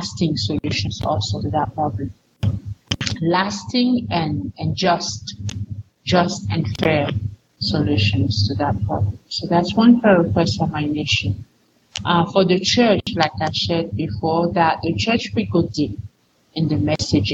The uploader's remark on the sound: Yes, this week’s audio and video quality is not as high as it sometimes is. It happens, and it’s outside of our control. All the way from Cameroon.